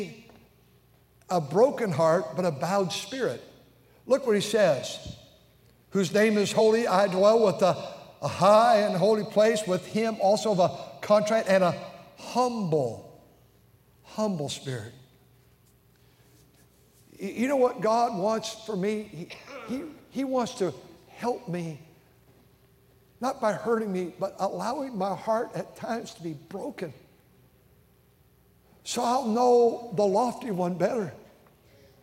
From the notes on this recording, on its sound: during the Wednesday Evening service on May 17, 2023, at North Valley Baptist Church in Santa Clara, California